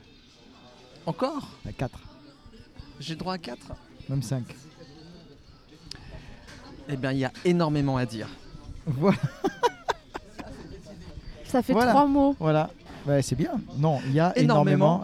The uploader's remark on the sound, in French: Bienvenue dans cet épisode particulier enregistré sur un trottoir et dans un "restaurant".